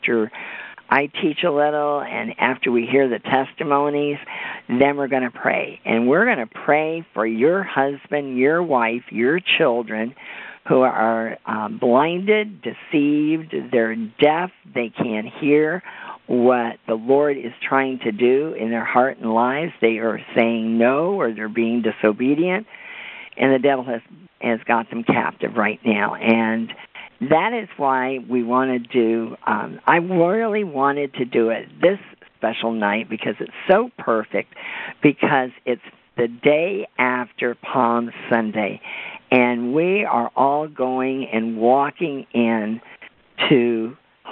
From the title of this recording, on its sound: CONFERENCE CALL